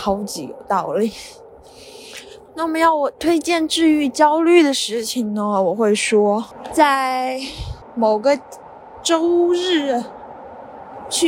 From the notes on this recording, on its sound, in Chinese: 在伦敦醉酒/散步才是正经事。录制于和朋友喝完酒后回家途中，因此会有地铁和公交车以及风声的杂音。